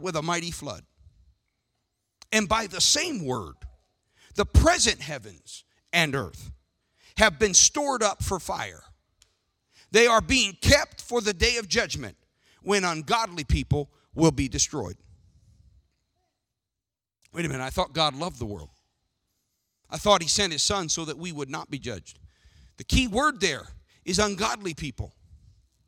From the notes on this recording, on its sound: Sermon audio from the June 30th, 2019 worship service.